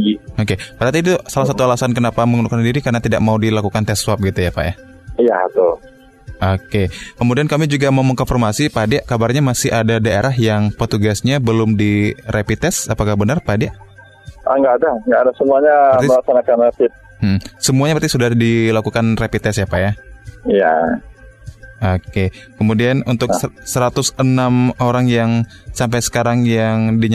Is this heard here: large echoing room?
no